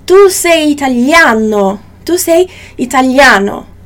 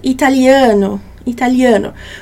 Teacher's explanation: A vogal A em italiano, ela vai ser muito aberta. · Shown in: first take · Aliás, todas as vogais no italiano, elas vão ser muito abertas, muito bem faladas, muito bem articuladas.